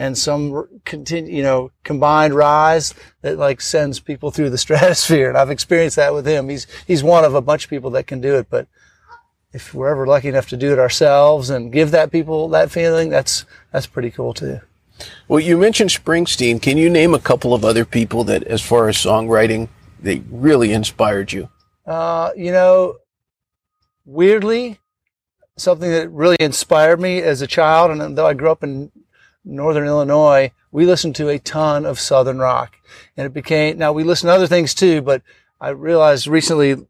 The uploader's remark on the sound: On-location at beautiful Hampton Park in Charleston, South Carolina.